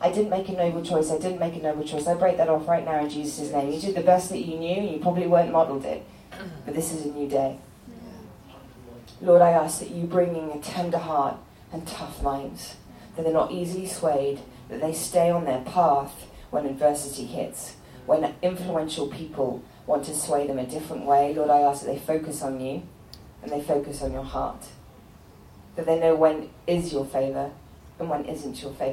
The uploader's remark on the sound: A talk recorded live in front of students at Bethel Church in Redding, CA.